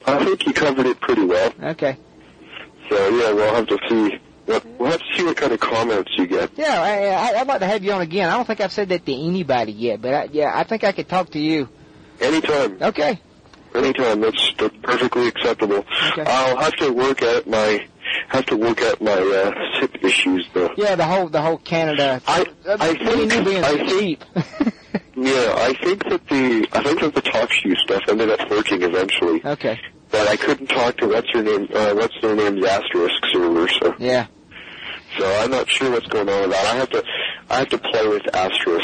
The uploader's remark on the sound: Phone interview.